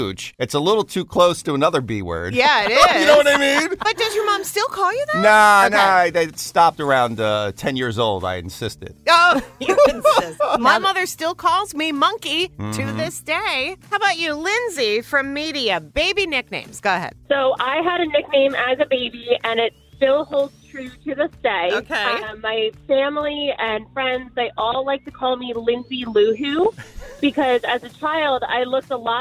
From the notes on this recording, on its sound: listeners call